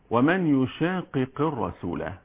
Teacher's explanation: وعندما أقول يشاقق يبقى هنا في إظهار القاف مع القاف